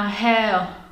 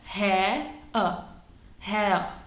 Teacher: pokud používáte tu nerotalizační angličtinu, tedy tu britskou, tak se vám tam chtě nechtě místo toho r nacpe moje oblíbené schwa. To znamená hair.